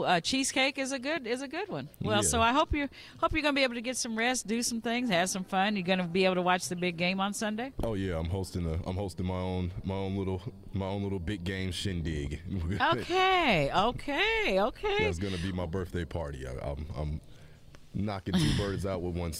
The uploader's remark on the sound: We're LIVE from Clowes Memorial Hall